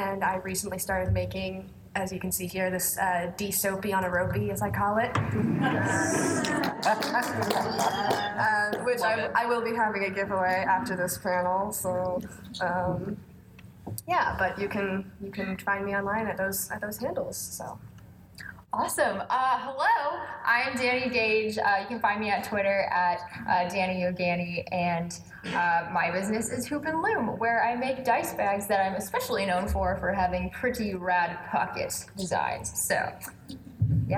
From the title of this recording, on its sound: PAX Unplugged Panel